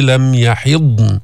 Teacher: تمسك الضاد بتسكنها، بتجيب الاستطالة التي فيها، حرف رخو بس حرف مجهور، بيبقى الصوت مستمر